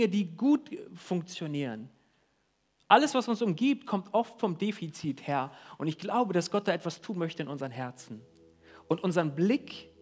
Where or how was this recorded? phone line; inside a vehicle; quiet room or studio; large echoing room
large echoing room